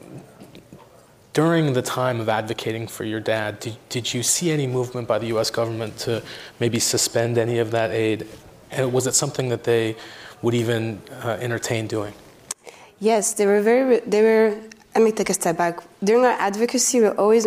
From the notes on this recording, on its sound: Women speaking truth to power at Post Live’s Global Women’s Summit.